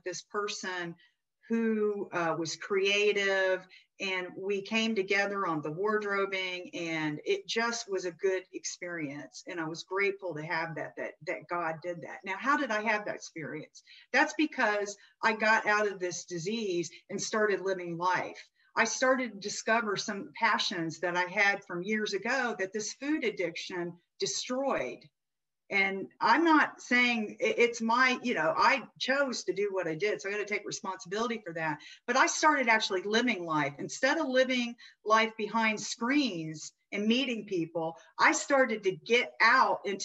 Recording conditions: video call